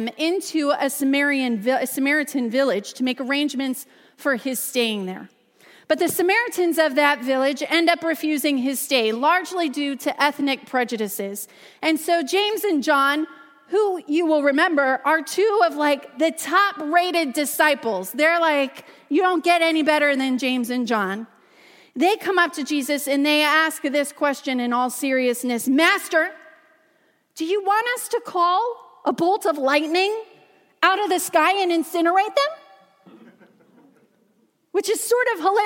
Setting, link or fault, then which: setting, large echoing room